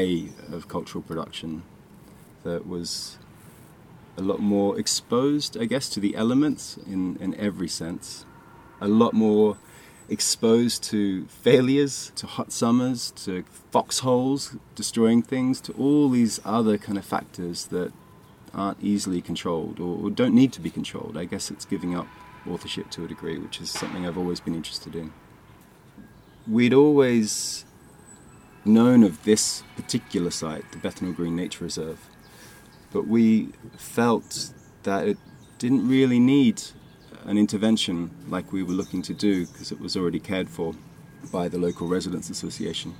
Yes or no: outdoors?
yes